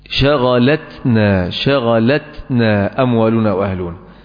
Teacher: شغلتنا، شغلتنا اموالنا واهلنا، دي بيسموها الهمس. عشان نبين التاء لابد من الهمس، فالهمس صفة للتاء حتى تظهر التاء